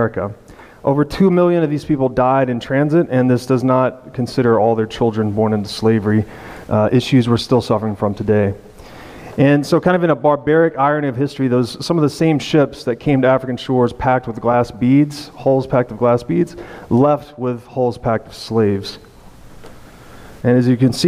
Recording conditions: live audience